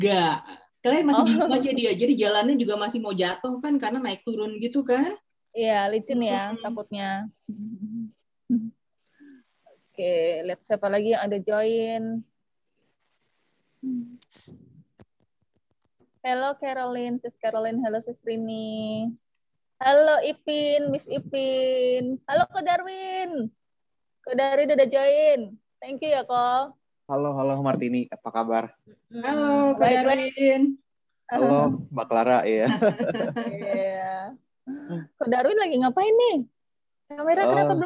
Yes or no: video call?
yes